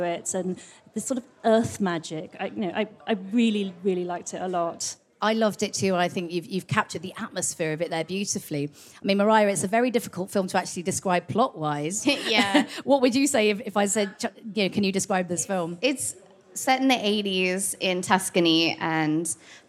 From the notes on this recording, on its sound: Girls On Film live at Karlovy Vary International Film Festival. Karlovy Vary International Film Festival 2023, where Girls On Film recorded an episode with an audience of festival goers.